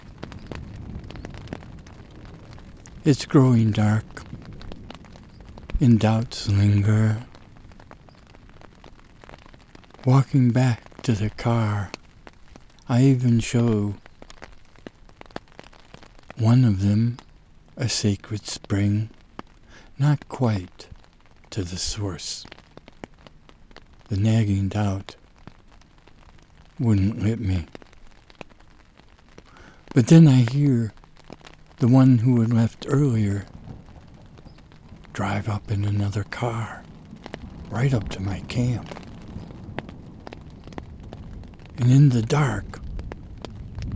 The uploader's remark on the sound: Recorded in my tent during a middle-of-May mountain rain.